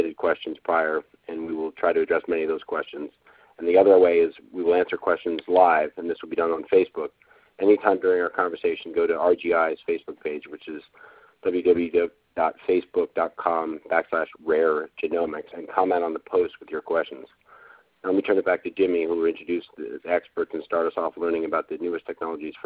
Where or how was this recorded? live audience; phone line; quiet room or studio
phone line